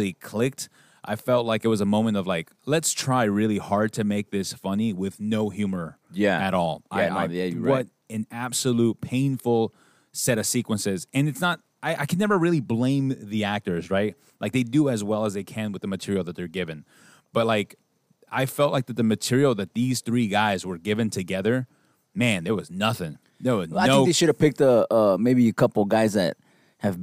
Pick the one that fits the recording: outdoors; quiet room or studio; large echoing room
outdoors